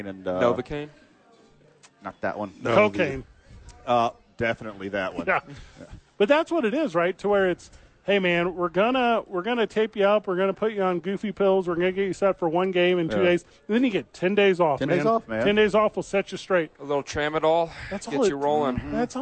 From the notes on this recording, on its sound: The Bois are live from Howie's Sports Page.